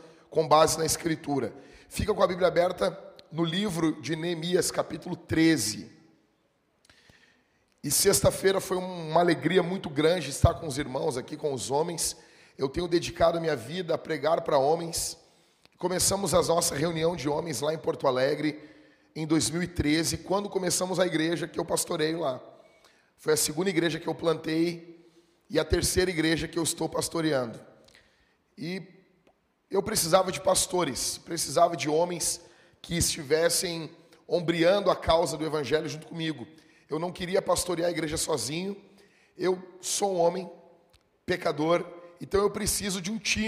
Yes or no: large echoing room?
yes